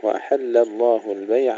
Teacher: ترقيق اللام في كلمة وأحل وتفخيمها في لفظ الجلالة